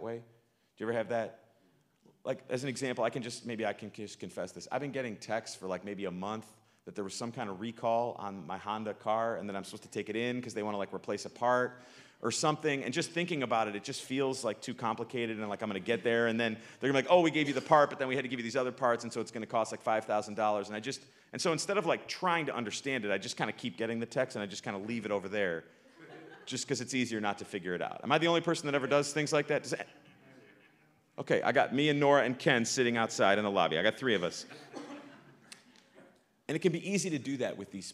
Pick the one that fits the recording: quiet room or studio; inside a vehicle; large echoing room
large echoing room